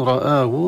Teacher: رآه الراء مفتوحة مفخمة وبعدها ألف همزة ثم ألف، هي يسمى مد بدل كالمد الطبيعي.